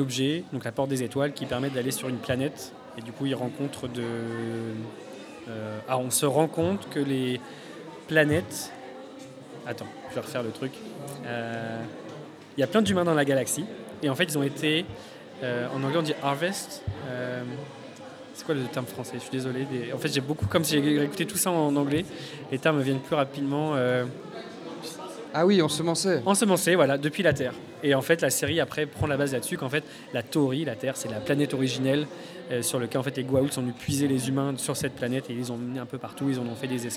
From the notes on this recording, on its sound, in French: Rediffusion du Forum de la Création Audiovisuelle ! Dans le cadre du « Forum de la Création Audiovisuelle » organisé par l’association Bulldog audiovisuel , nous étions en direct au Safran le 2 décembre dernier.